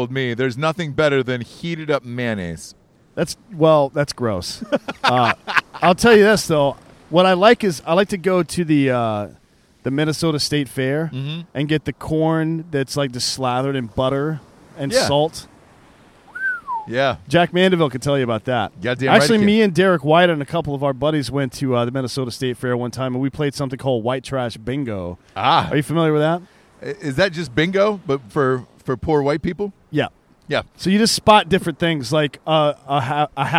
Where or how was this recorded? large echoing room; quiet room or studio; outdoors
outdoors